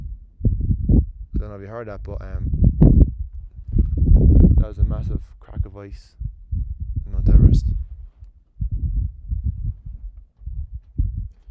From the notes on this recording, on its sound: In this episode I'm live on Mount Everest recording this